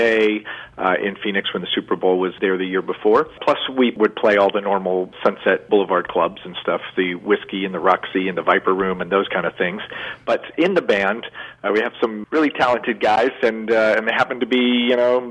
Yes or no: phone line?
yes